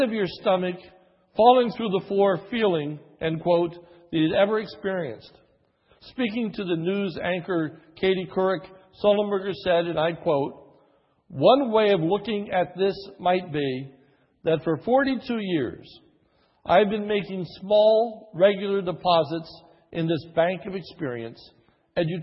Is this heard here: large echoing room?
yes